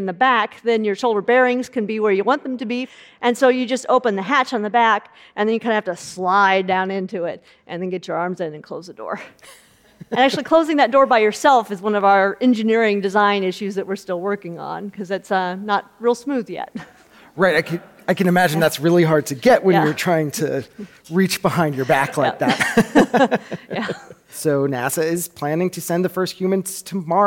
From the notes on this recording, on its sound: In this conversation from the Future of Everything festival in May